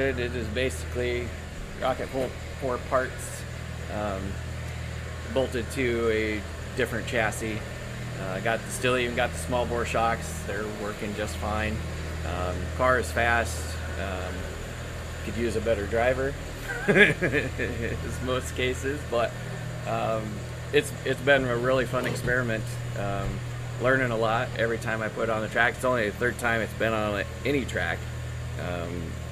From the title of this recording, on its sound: Live from the 2020 RC Chili Bowl